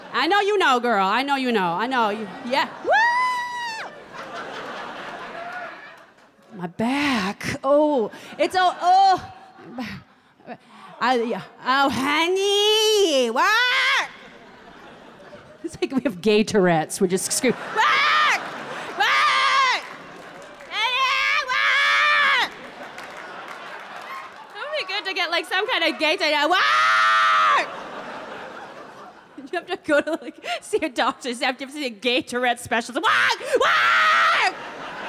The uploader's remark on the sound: Performs in front of a live audience.